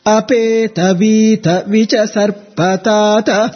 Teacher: apeta, not apaita, apeta, vita, the ta syllable gets downward intonation, anudatta, cha goes upward, sarpatatah, pa again comes down, the last syllable ta again goes up.